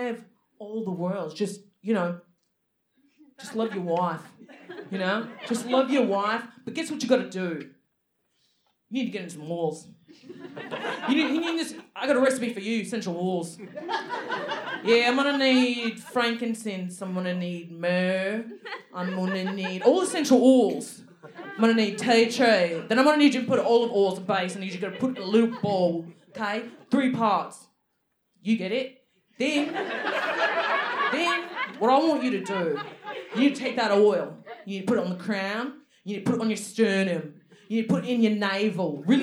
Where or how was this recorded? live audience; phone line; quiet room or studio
live audience